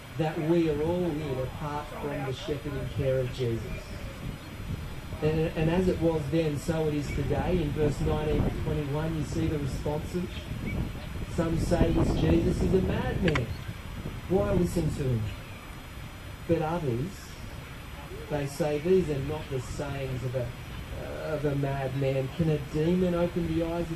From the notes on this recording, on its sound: Apologies for the audio quality on this recording